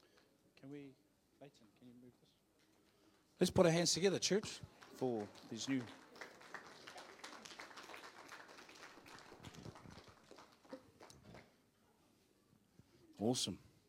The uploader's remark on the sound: Live From IwiTapu Destiny Church Hawkes bay